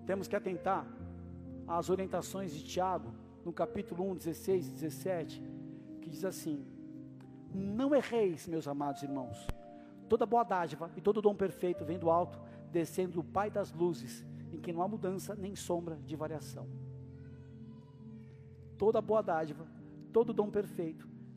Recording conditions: large echoing room